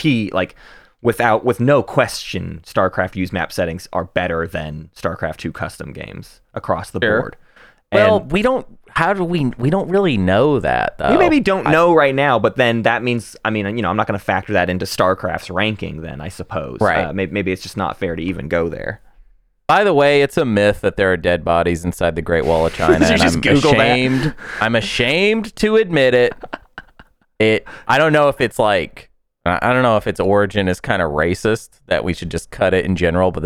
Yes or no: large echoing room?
no